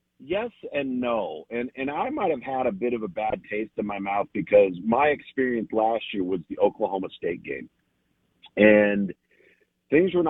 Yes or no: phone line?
yes